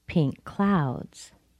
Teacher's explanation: I emphasize the word clouds. I describe it with the adjective pink.